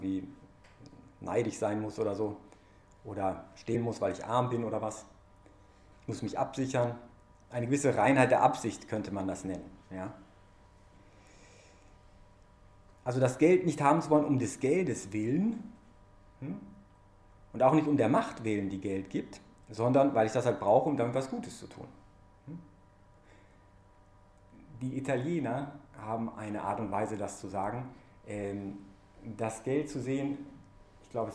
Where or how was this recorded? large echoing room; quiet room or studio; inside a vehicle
large echoing room